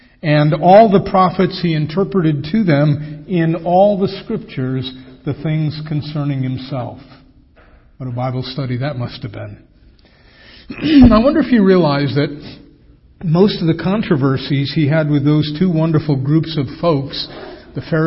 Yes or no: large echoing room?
yes